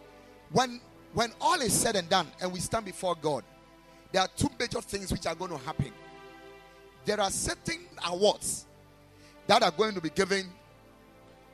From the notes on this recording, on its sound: Preached at Ekklesia Chapel